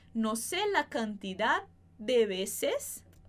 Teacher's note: Mas a gente tem cantidad e depois de. Então, a gente vai fazer uma pequena pausa e vai pronunciar só um D. A gente praticamente vai juntar esses dois Ds.